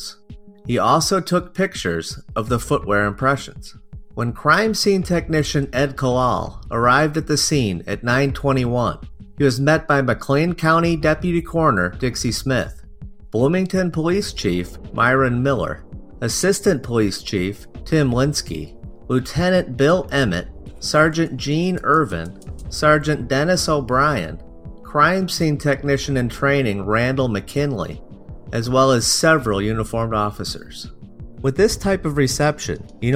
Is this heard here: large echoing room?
no